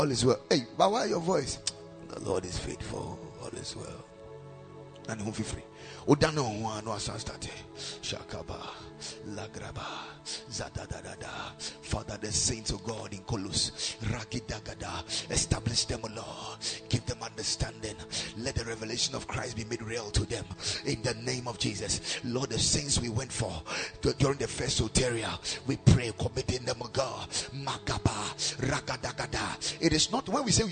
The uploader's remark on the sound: Preached at Ekklesia Chapel